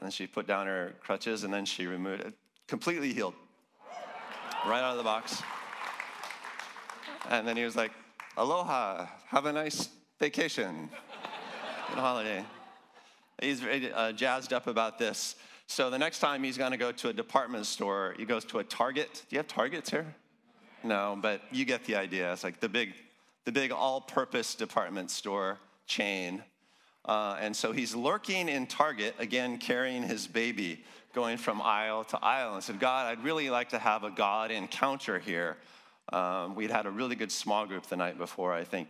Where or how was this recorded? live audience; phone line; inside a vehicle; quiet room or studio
live audience